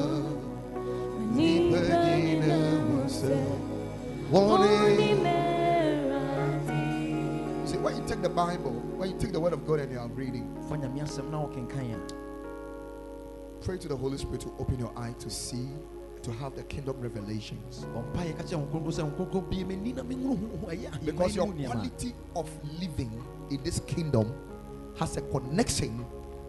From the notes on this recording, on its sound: Preached at Ekklesia Chapel